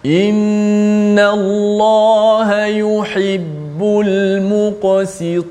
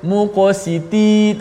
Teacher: Jelaskan qaf yang tebal muqa. Kemudian sin yang berbaris di bawah si nipiskan. Kemudian ta yang berbaris di bawah juga ditebalkan. · Shown in: first take